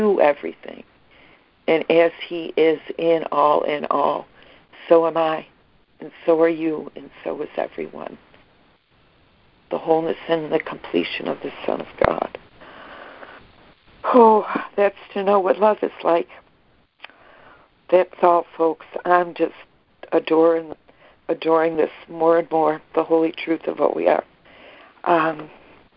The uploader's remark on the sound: ACIM Daily Conference Call.